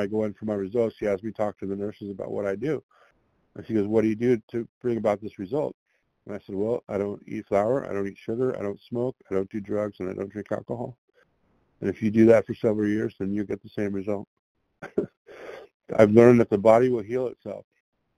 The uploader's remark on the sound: qualification from the 100 Pounders Phone Meeting